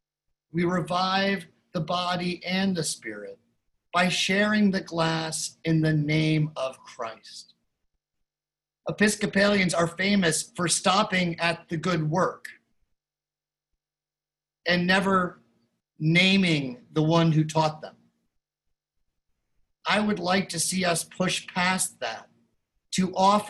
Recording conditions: video call